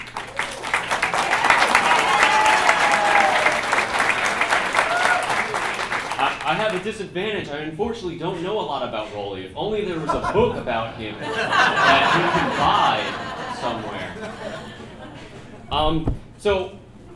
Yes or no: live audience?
yes